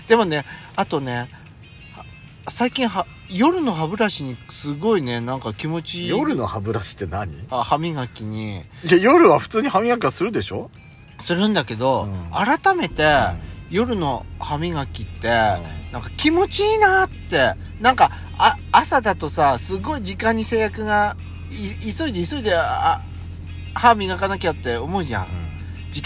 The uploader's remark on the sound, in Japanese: パーキング収録